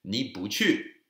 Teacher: bu is actually fourth tone, but if it's bu chu, because the chu is the fourth tone, it becomes second tone